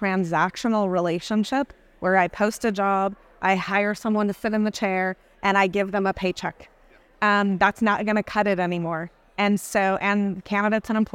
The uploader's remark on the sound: In this episode recorded at the recent Dental Trade Alliance meeting. Recorded at DTA.